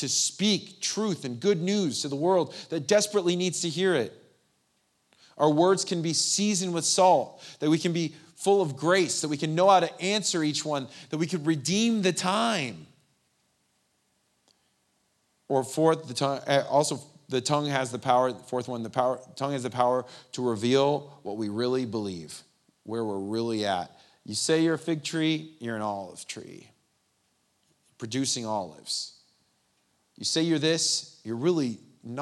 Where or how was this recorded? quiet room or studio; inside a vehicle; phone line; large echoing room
large echoing room